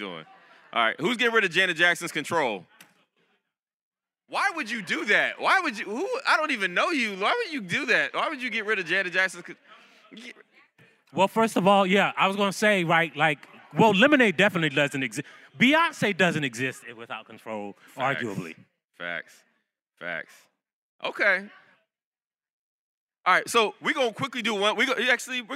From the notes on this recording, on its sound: In front of a live audience at the National Association of Black Journalists Conference and Career Fair in Birmingham, Alabama.